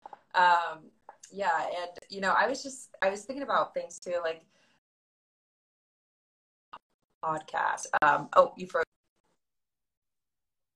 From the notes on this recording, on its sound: Recorded via Instagram Live in March 2021.